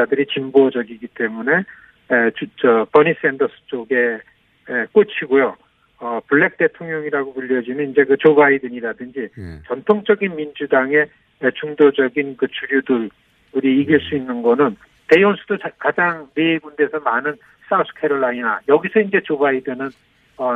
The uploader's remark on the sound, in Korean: 전화연결